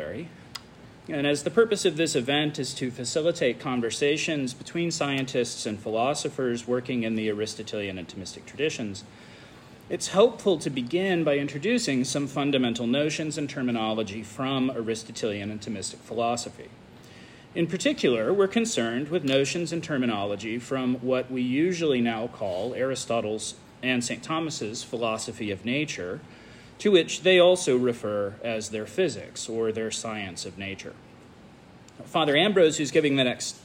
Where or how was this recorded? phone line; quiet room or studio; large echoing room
large echoing room